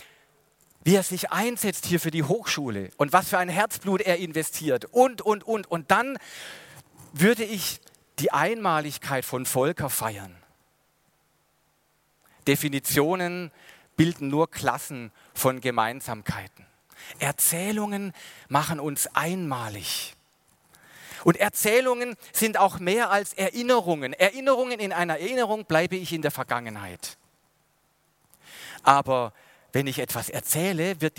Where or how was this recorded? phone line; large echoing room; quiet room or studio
large echoing room